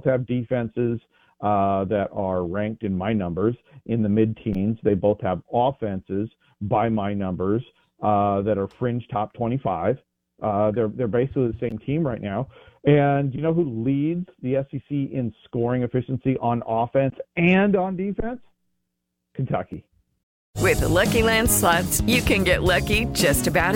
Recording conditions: phone line